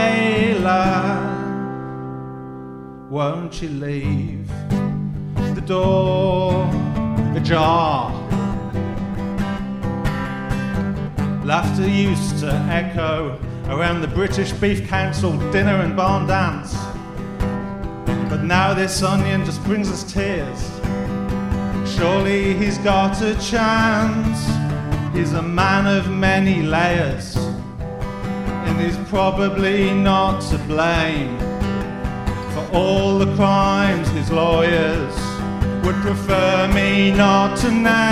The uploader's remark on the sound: Live At The London Agriculture Festival. Recorded live in front of an audience.